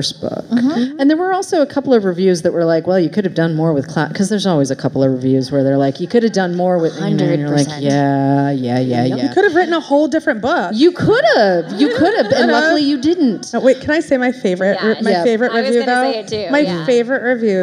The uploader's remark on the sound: live at Barnes & Noble Union Square